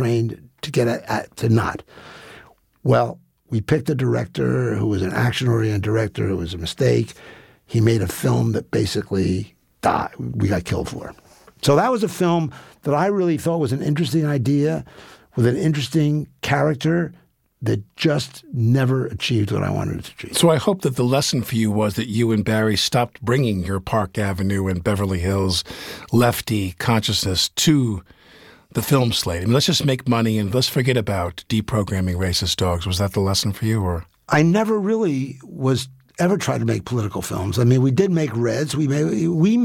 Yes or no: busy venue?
no